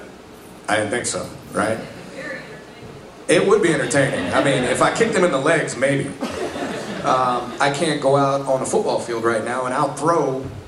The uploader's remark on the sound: Panel from Pensacon 2016